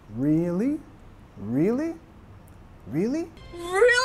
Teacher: Ya subiendo de entonación, really?